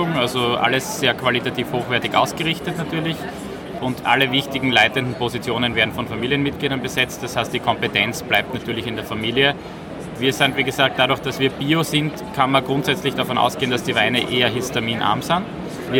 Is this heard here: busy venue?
yes